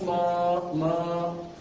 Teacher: حرف المد اهو الف اهي بعدها هاء الهاء دي سكنت من اجل الوقف فاصبح مد عارض السكون